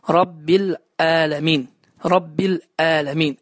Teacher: Həmçinin burada Əl-aləmin sözündə bəziləri isə ümumən ayın hərfini tələffüz etmir. Ayın hərfinin yerinə Azərbaycan dində olan ə səsini işlədir